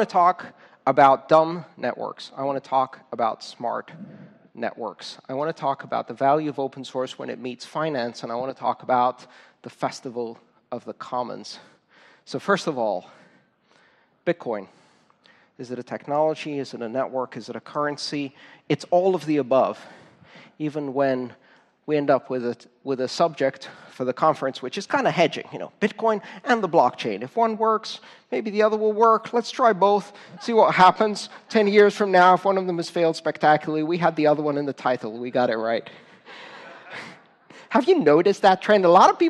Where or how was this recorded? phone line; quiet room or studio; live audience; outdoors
live audience